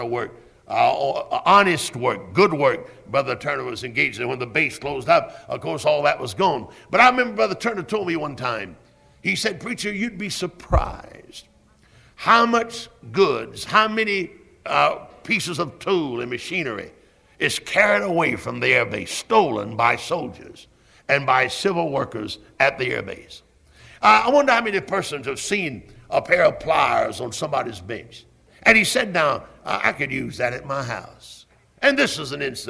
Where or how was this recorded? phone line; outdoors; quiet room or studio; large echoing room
large echoing room